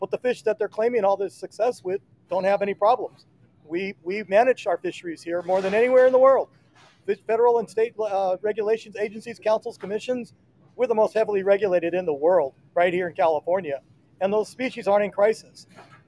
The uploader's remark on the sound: CCA LIVE AT THE PCS SHOW SETUP!